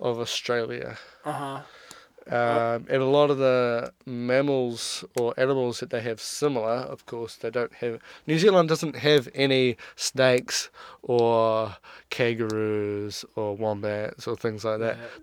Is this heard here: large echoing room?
no